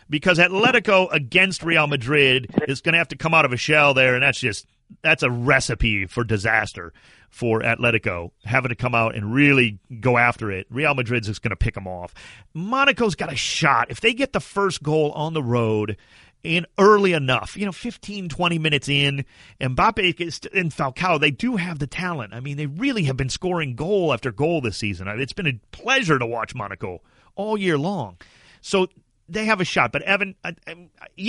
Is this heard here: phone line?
yes